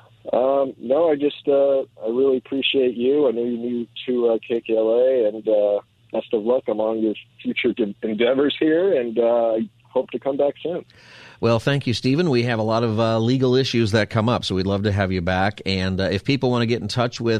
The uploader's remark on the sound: takes your calls for open phone Friday!